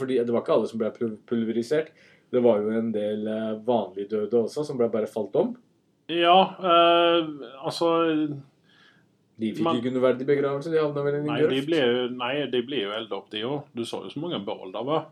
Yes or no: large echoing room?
no